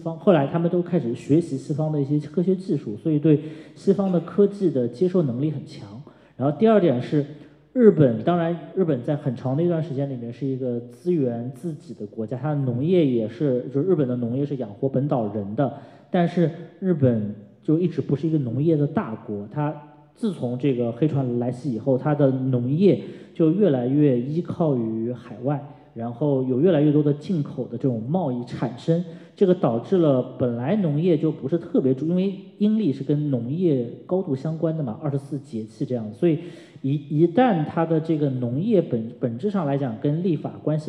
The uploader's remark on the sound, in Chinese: 艺述电影在艺海剧院小剧场举办了一场迎新活动。以下是讲座现场的音频录音。